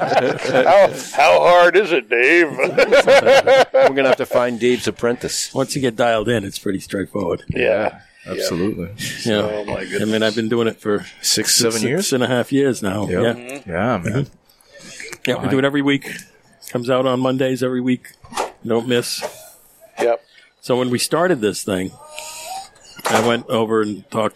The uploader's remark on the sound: Recorded live in the 7-20-4 Lounge!